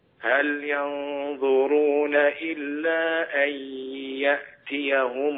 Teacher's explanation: لابد من أن يكون الياء من الفم معها غنة من الخيشوم · Term: الإدغام بغنة